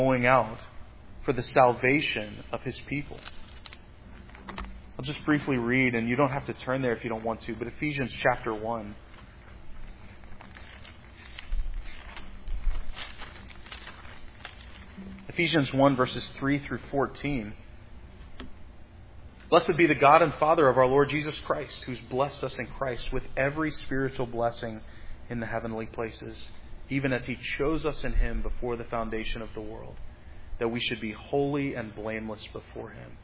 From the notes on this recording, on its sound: Preached at Providence Church on Sunday, April 24, 2022. This sermon on Habakkuk 3 was preached at Providence Church on Sunday.